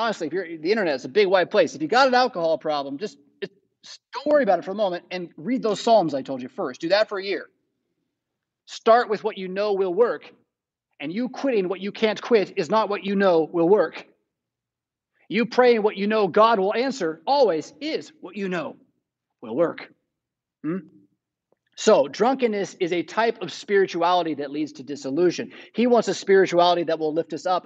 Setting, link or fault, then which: setting, large echoing room